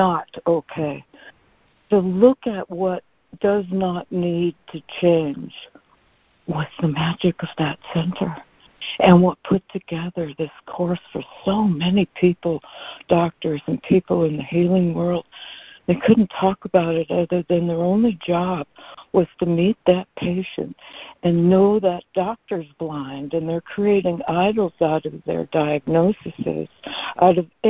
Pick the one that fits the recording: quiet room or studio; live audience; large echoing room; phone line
phone line